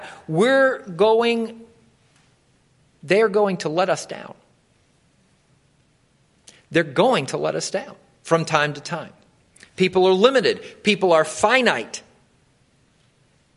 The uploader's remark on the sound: Wilmore Free Methodist Church Morning Worship